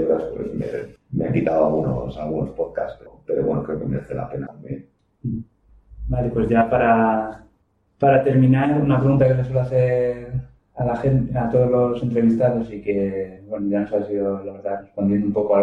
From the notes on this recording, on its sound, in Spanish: Por motivos técnicos ajenos a Emilcar FM la calidad del audio de este episodio dificulta su audición.